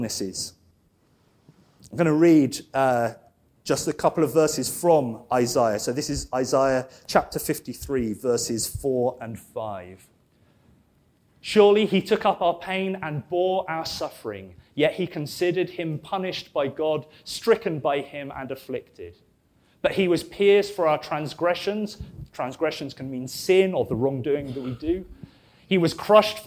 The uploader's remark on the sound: This sermon was preached at Welcome Baptist Church